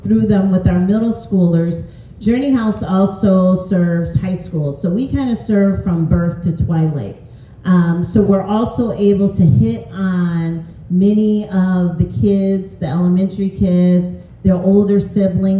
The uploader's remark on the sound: A unique episode; we captured the audio from a live event. In partnership with United Way's EMERGING LEADERS volunteer network Community Schools led a panel conversation.